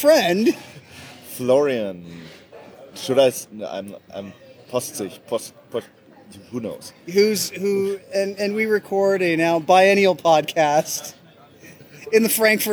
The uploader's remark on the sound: Starbucks (in the Squaire). Naturally, it was taped at a Starbucks in an Airport.